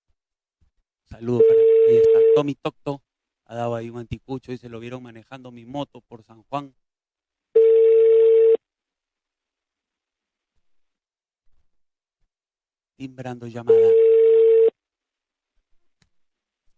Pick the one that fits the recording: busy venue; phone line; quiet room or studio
phone line